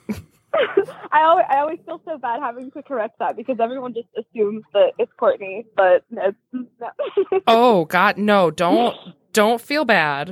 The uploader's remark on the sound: calls